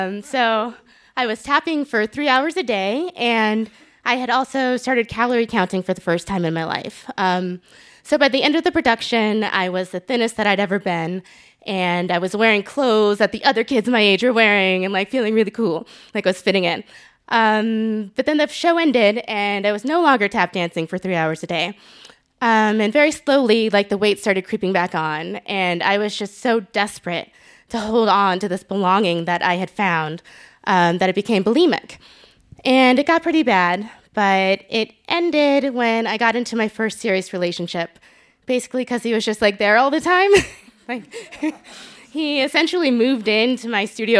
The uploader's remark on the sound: Told this story live at our 9th anniversary show on 20 March 2019 at Buntport Theater in Denver. Told this story live at our 9th anniversary show on 20 March 2019 at Buntport Theater in Denver.